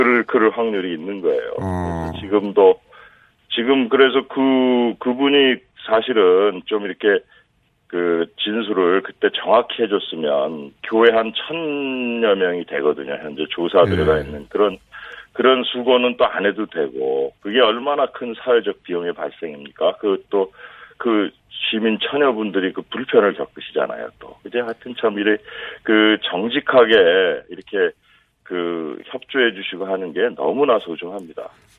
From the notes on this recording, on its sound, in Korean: 전화연결